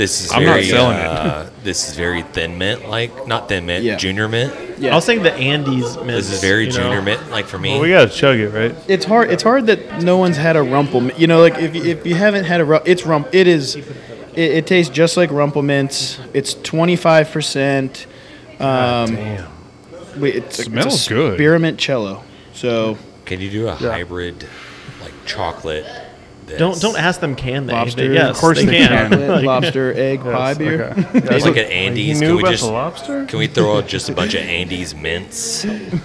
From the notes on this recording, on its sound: on location at Martin House Brewing